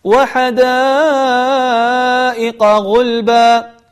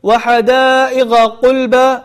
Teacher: يقلبون القاف إلى غين والغين إلى قاف · Shown in: second take · فلينتبه الإنسان فلا يقول وحدائق قلبا مثلا، لا، يحاول أن يعني يدقق ويركز على أن هذه قاف حدائق غلبة غلبة.